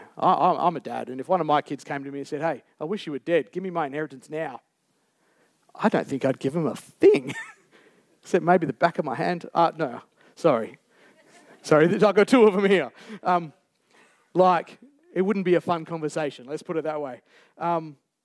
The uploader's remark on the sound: Recorded Live on 3rd September 2023. Geraldton Baptist Church.